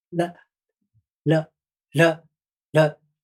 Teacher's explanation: ラって弾くよりも、少し隙間をつけて、そこの間をブルブルブルブルって震わせる